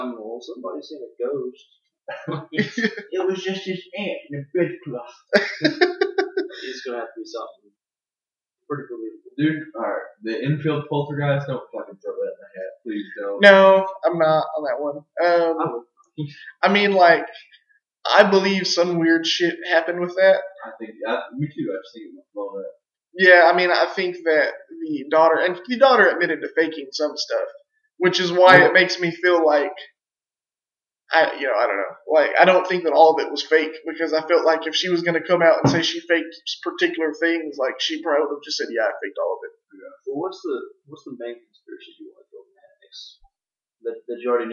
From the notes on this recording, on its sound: we had some technical issues that we explain at the beginning so bear with us on the sound quality